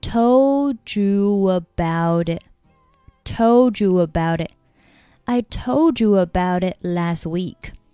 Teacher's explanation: about 和 it 也是可以连读的，变成了 about it,所以是 told you about it, I told you about it last week, last 末尾不发音，I told you about it last week.